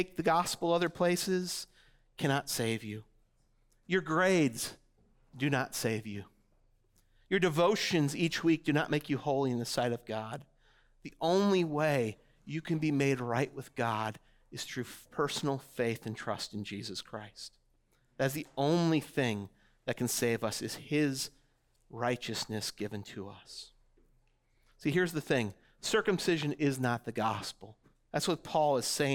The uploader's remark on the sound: audio from New City Church in Champaign-Urbana, IL